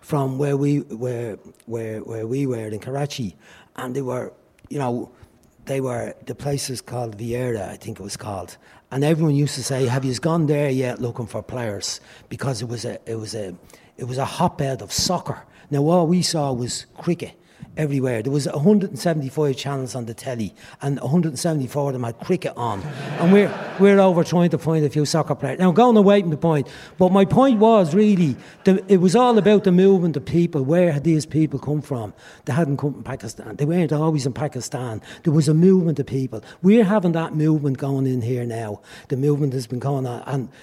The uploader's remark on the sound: live in Liberty Hall Theatre